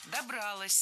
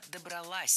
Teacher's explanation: ударным должно быть окончание · Shown in: second take · И здесь наша тенденция не просто сохраняется, а еще и усиливается за счет возвратной части «с».